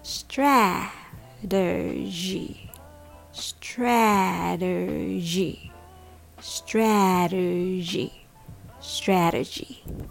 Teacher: Notice the stress is on the first syllable, stra.